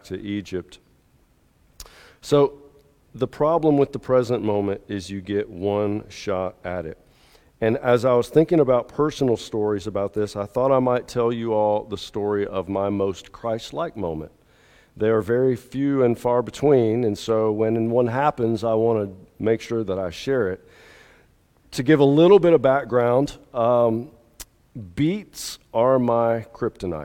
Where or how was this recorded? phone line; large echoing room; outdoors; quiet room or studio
large echoing room